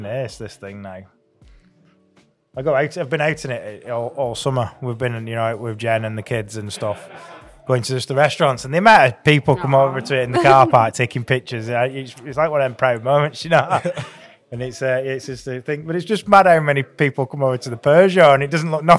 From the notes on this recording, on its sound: Midnight Lancs Car Meet at Leyland Car Care. Live from the Midnight Lancs Car Meet!